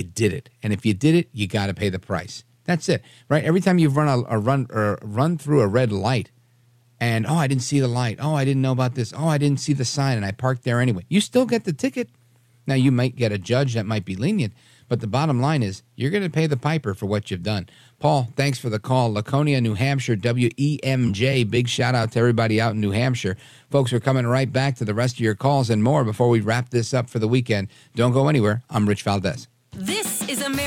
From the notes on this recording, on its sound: we take your calls in open phones across America